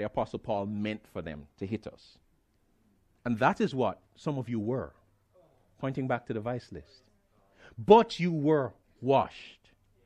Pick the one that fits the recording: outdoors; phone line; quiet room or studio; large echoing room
large echoing room